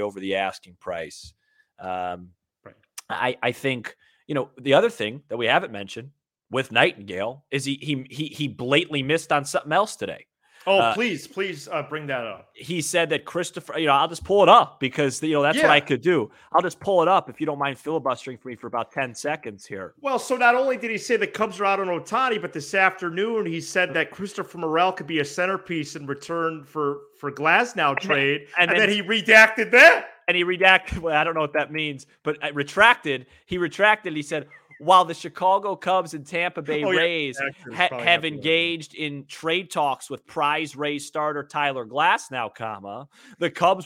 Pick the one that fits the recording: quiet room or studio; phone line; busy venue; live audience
quiet room or studio